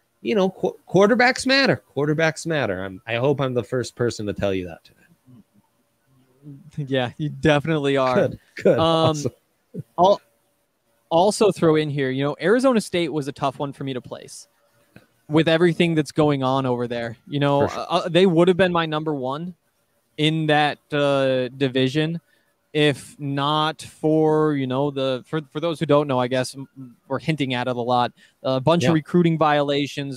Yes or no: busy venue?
yes